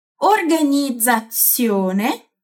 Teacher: Então, quando acontecer de uma palavra apresentar mais de um Z em diferentes posições, o primeiro será sempre como o DZ, Z, aquele som que vibra. E o segundo será sempre como o TS, TS, o som surdo, que não vibra.